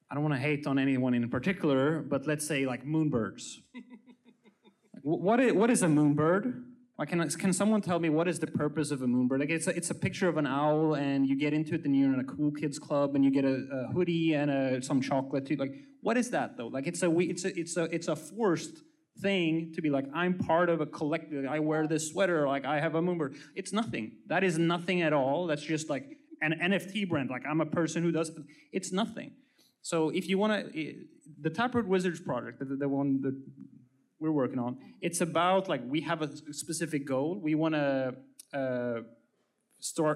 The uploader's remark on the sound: Ordinals 2023 Panel: Collections. Recorded Live in Miami Beach at the Ordinals 2023 Conference.